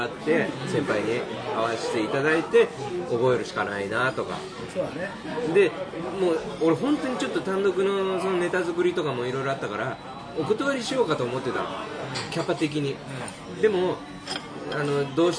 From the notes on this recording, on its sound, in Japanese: 神保町花月近くの居酒屋で収録しました。